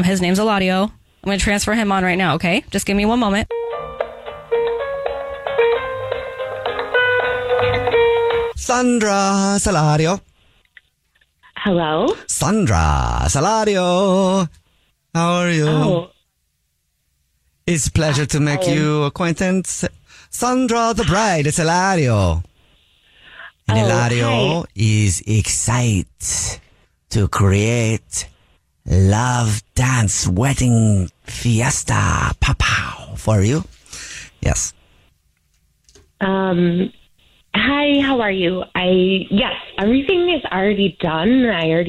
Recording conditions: phone line